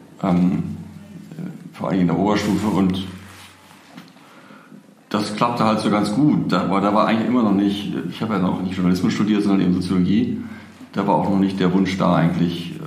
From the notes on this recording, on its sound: live - restart 2019